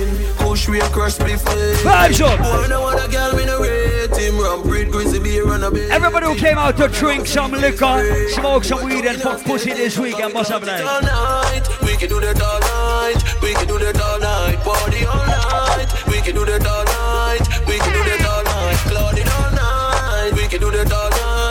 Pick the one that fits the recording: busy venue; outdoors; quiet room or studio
busy venue